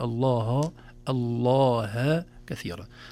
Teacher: نخلص الهاء من لفظ الجلالة من تفخيم وتغليظ اللام قبلها